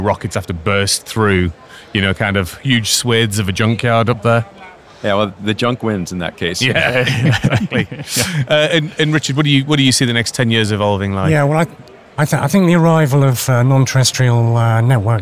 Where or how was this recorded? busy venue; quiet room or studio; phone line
busy venue